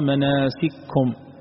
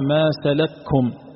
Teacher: يضغم الكاف في الكاف، وهما حرفان متماثلان